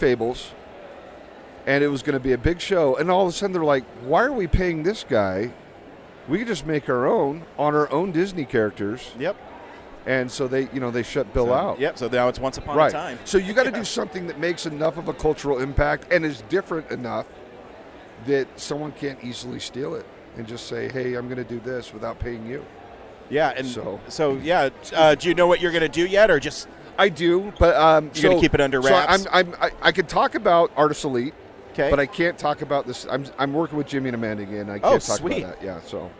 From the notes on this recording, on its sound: at Denver FanExpo 2022